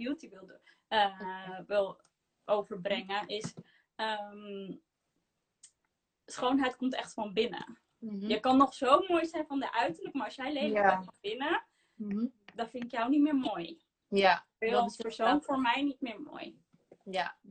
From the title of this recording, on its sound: Instagram Live